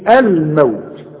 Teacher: شوف إظهار، ليه؟ علشان اللام عليها السكون · Term: لام قمرية